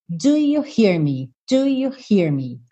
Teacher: O you já vem pegando carona com o do. E o me já vem fechando o hear.